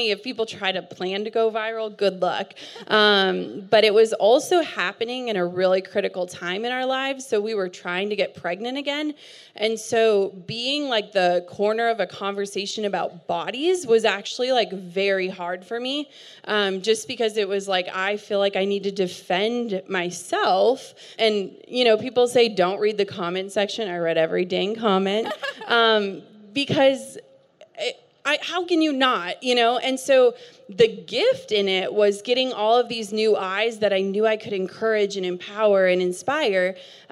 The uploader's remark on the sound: hosted a fireside chat at our Aerie REALtreat event